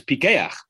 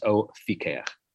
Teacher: When it begins a word or a syllable, it has a dagesh, making it a hard pe rather than a soft fe. The last letter of O is a vav.